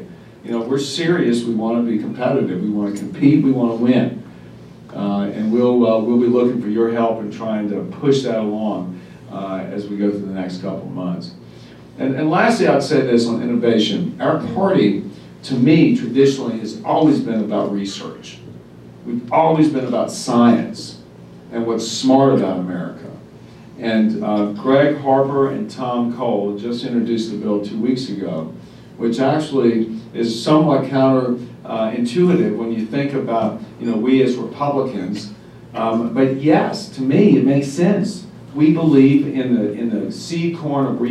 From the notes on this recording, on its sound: WASHINGTON, DC. Appeared before a breakfast meeting of The Ripon Society, delivering a speech.